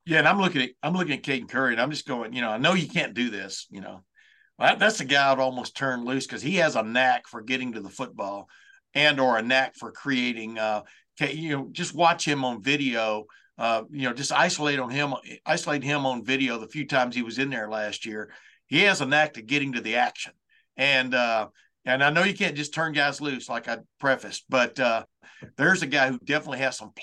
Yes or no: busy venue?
no